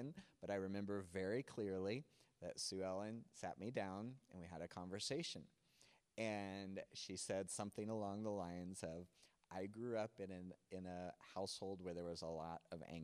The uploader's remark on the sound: NOTE: The video is from Cornerstone Online, the audio is from Cornerstone In Gym.